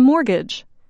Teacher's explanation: Because of the word's French roots, we do not pronounce the letter T in mortgage